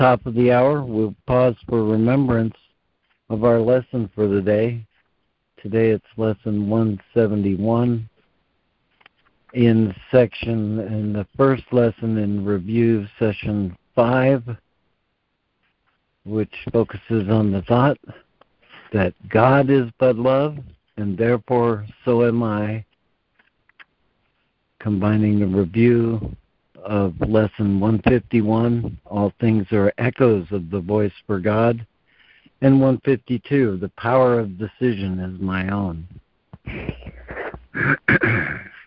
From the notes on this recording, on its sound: ACIM Daily Conference Call.